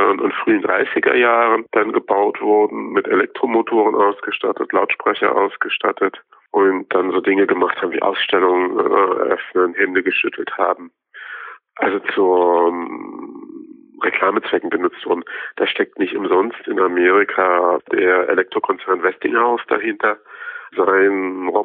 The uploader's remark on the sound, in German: Unterstützung gibt es dabei am Telefon